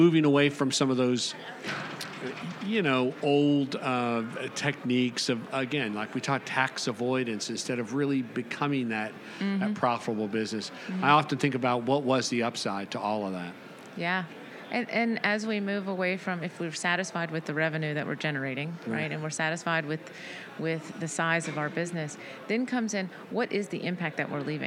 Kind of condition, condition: setting, busy venue